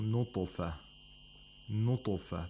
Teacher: The ta in nutufa has the second lowest level of tafkhim.